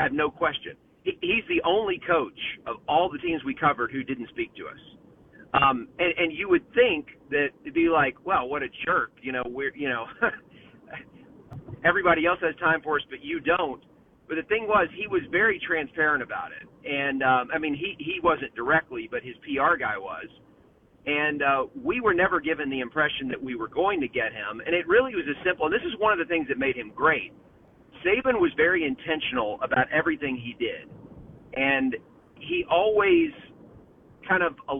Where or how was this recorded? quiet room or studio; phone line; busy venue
phone line